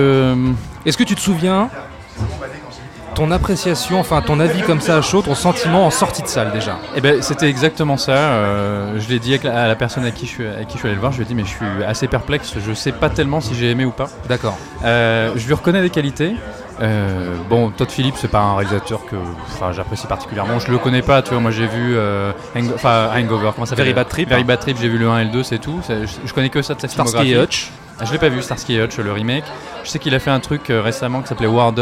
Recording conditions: busy venue